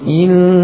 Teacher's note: Berikutnya membuat dengung pada lam sehingga menjadi illallah.